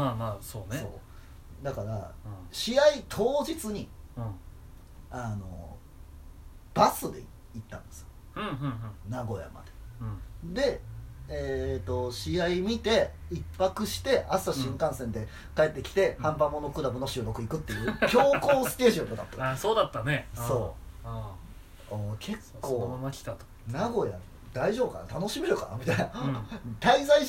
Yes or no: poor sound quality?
yes